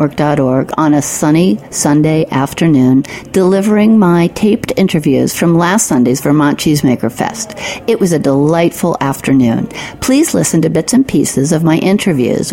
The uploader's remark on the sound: Cheese lovers descended upon the historic Shelburn Farms Coach Barn for the annual Vermont Cheesemakers Festival. Live from the festival in this special on location episode of Cutting the Curd.